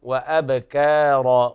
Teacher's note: لابد من ترقيق الكاف والهمزة كذلك والواو، وأبكار وبيان القلقلة.